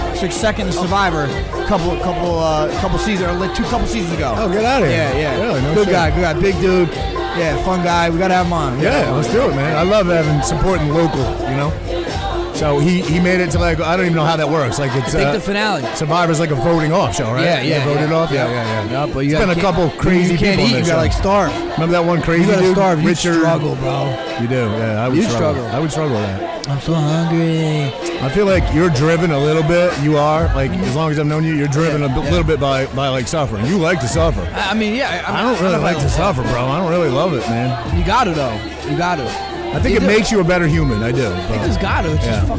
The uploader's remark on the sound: Live From Pilsner Haus Biergarten